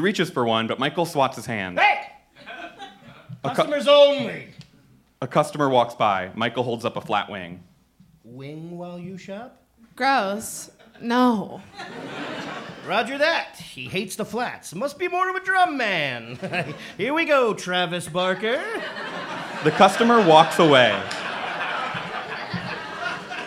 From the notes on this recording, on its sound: This is also the first pilot we recorded live since the pandemic began so you’re going to actually hear some real laughs!